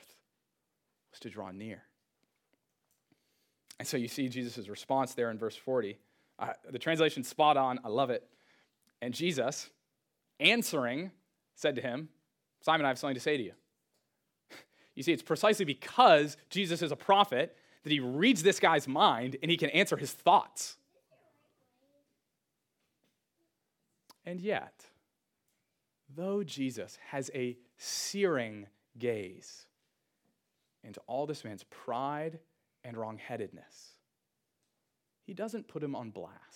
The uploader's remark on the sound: Sermon audio from Trinity Church of Bedford’s first service!